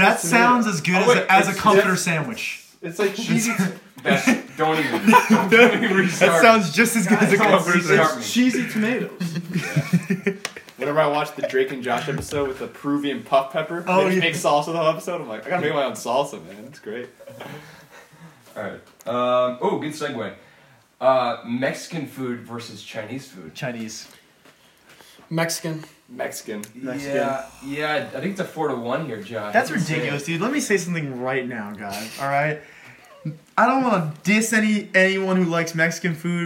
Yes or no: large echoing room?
no